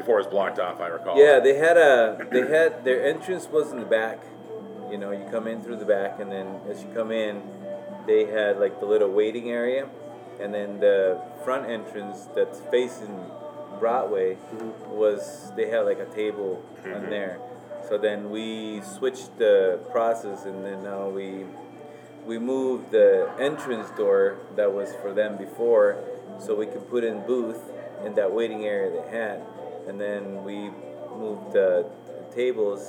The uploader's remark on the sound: This interview was recording on-site during business hours. We wanted to capture some of the ambience; while doing that we also capture some misc noises.